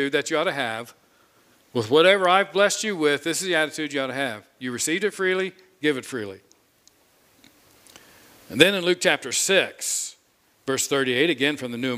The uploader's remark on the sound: From the pulpit of Grace Community Church in Berea, KY.